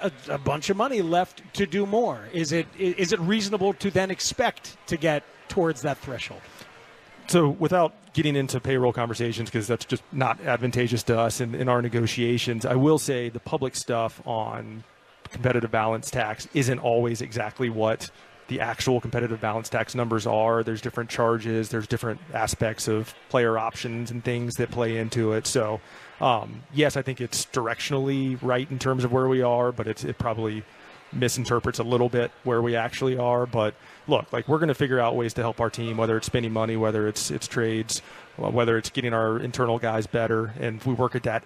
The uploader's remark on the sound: Live at Cubs Con.